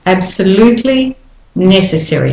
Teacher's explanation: The O in absolutely becomes the schwa. Absolutely necessary.